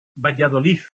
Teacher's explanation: la consonante final de palabra, la pronuncian como Z muy fuerte